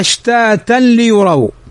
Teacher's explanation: تنوين بعده اللام، واللام من حروف الإدغام بغير غنة